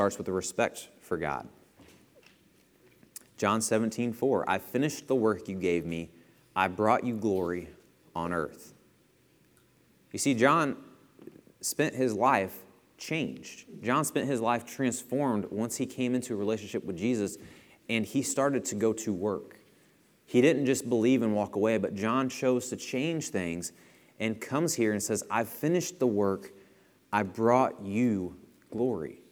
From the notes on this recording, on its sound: Lesson presented at The Crossings Church Collinsville in Collinsville, IL.